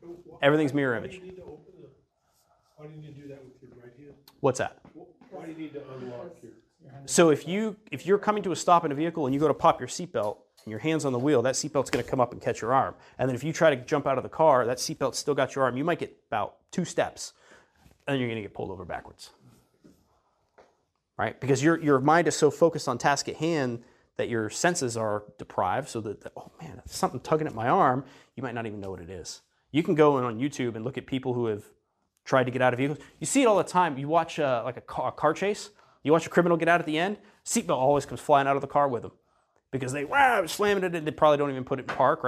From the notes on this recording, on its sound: This episode is an audio recording of an Educational Seminar I taught.